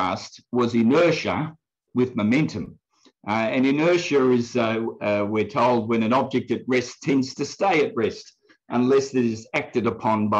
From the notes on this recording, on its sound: From the Wednesday United zoom meeting on 18 August 2021.